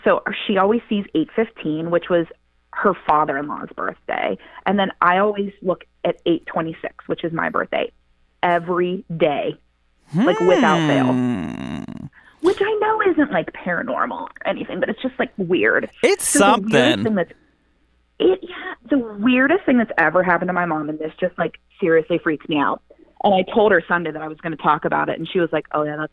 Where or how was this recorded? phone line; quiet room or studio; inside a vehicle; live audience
phone line